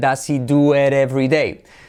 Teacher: Nos comemos la H